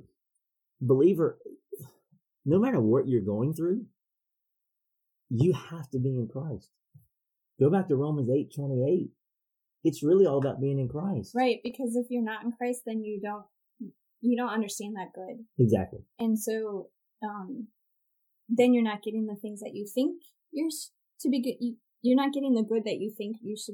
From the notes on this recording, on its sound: Due to some equipment issues, this week's audio quality suffered a bit